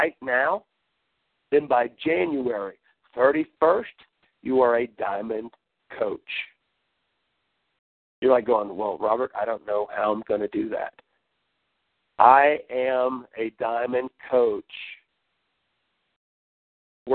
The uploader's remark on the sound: Team Elite Conference Call.